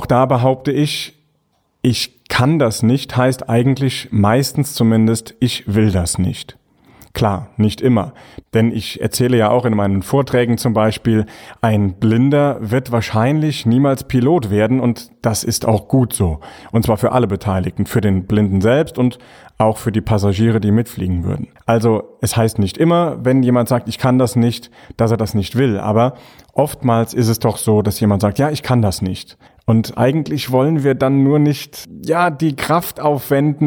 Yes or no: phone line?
no